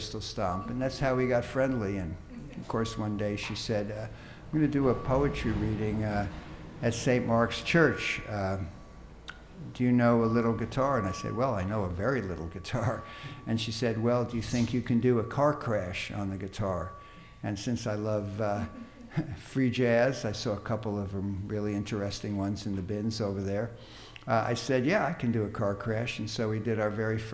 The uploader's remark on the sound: This is the recording of the live Q&A